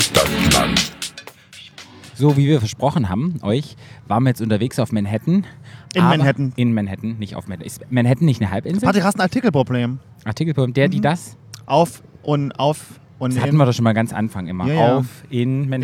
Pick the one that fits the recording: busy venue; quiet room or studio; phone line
busy venue